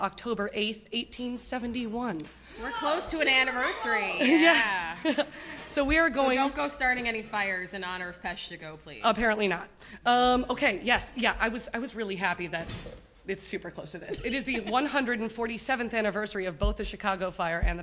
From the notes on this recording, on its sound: Live from the Women In Podcasting Festival. THAT'S RIGHT IT'S A LIVE EPISODE! We hope you will forgive the external noises, it was a small space with a very enthusiastic crowd.